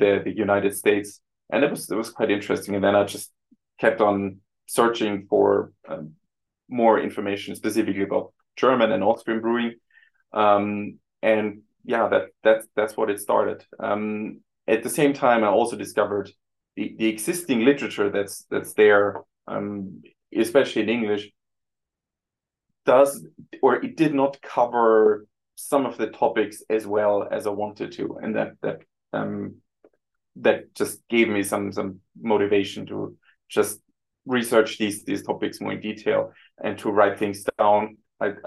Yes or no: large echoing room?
no